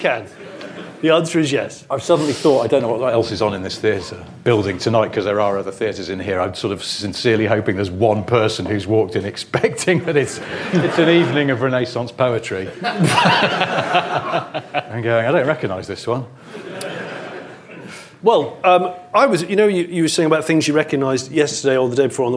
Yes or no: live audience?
yes